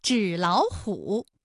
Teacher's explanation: 音变的情况就应该是第一个音节变成21，第二个音节变成35